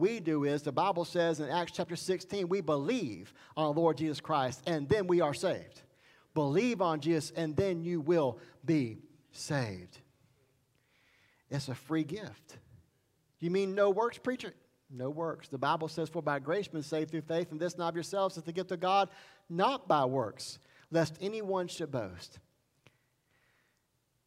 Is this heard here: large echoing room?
yes